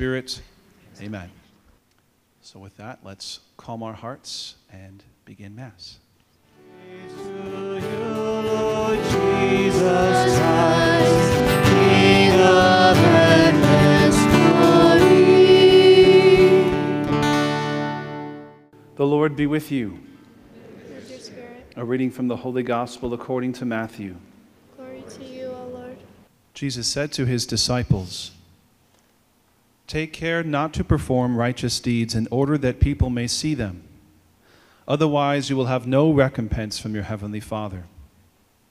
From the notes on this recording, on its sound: Audio from all school Mass on 2/14/24.